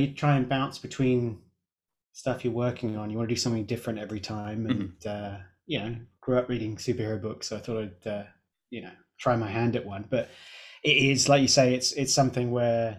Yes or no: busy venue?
no